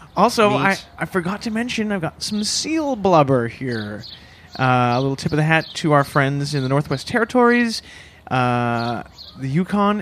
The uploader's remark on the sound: LIVE from Trinity–Bellwoods Park in Toronto’s west end… at least until tragedy intervenes.